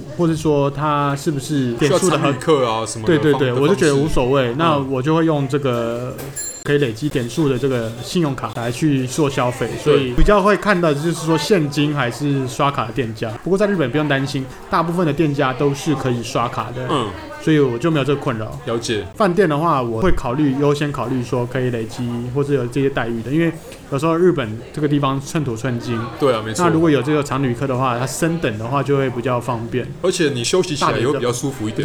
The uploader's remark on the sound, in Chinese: 本集白噪音指數：微風級 2/5。錄音地點：李亭香。